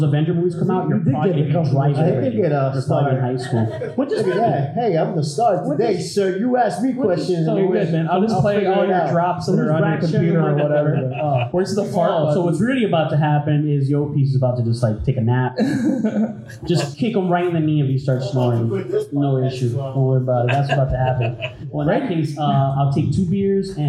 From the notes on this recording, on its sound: MCU/DCEU Discussion at the Sunrise Comic Con 2022.